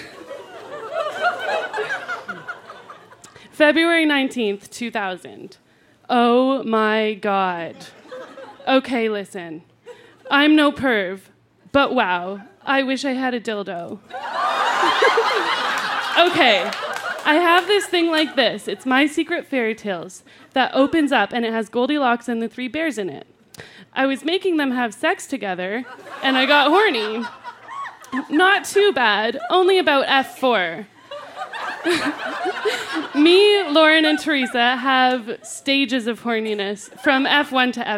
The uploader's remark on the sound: Recorded live at the Tranzac Club in Toronto.